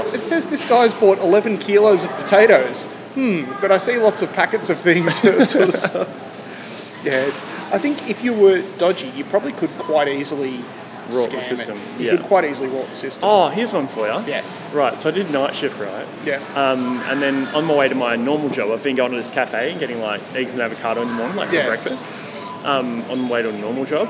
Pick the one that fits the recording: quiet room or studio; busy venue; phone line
busy venue